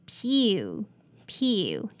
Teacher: There's a slightly y sound between the two sounds